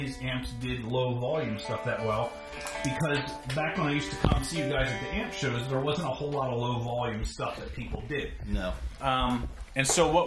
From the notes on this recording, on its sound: We talked for a while, and thankfully I remembered to turn on my phone to record some of the conversation.